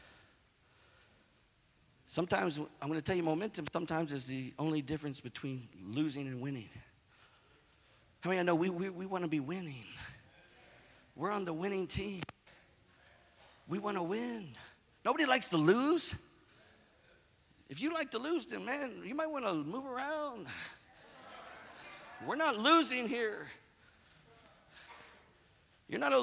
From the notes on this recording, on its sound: preached at "Fan the Flame" conference in Houston, TX 2017